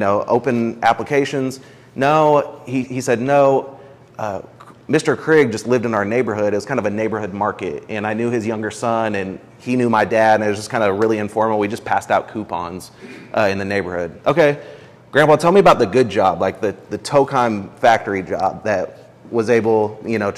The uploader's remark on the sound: This is a recording from March 3, 2022 at the Cultivate Intensive #2. At the Cultivate Intensive #2 on Redemptive Leadership.